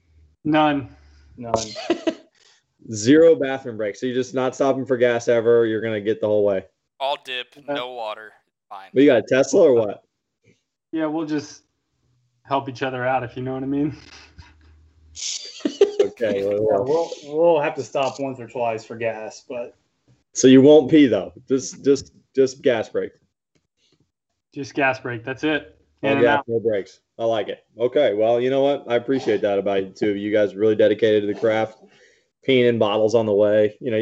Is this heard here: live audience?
no